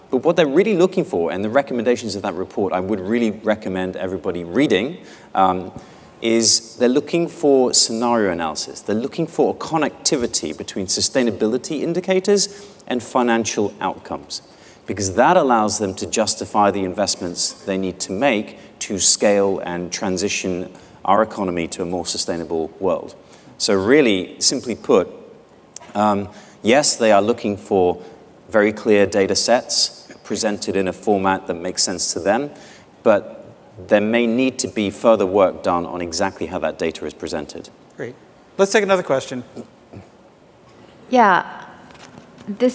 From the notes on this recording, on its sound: The best of live interviews from GreenBiz events.